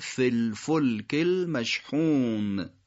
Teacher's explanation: چون کلمه فی وقتی میخواد به کلمه بعد بچسبه، اون کلمه بعد با یه حرکت سکون یعنی لام ساکن شما میبینید نمیتونید اینطوری بچسبونید، اون وقت اون حرکت کشیده فی تبدیل به حرکت کوتاه میشه تا این اتصال برای شما روونتر انجام بده، میشه فلفلک المشحون، اتصال سه کلمه ای.